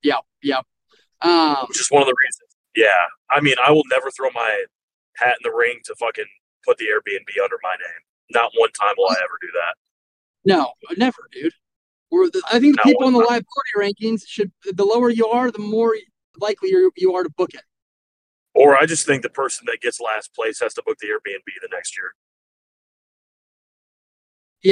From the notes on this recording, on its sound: In the wild Texas Heat. What better to do while driving than do a Pod?